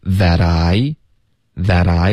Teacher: That 跟 I 我们要连读 That I That I 特的音也会浊化